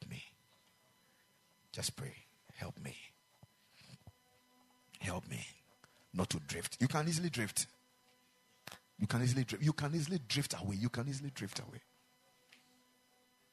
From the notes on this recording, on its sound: Preached at the Ekklesia Campus